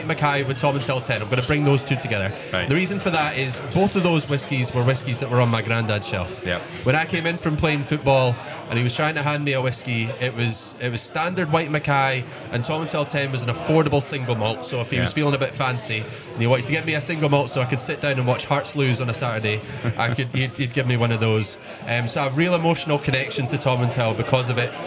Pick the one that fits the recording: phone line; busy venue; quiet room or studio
busy venue